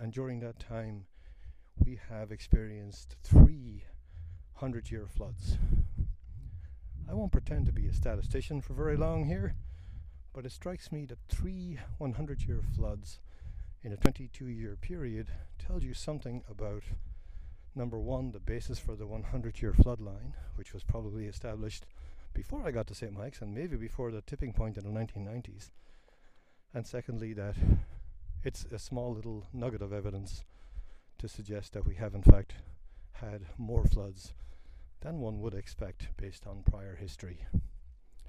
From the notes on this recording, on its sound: These are some of the questions I discuss as I walk about in the Winooski River floodplain. This a recording out in the natural world and the audio quality is sometimes affected by wind. And airplanes.